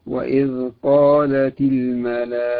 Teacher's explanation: المهم همس التاء همسا إذا كانت متحركة، يهمسها همس واضح شديد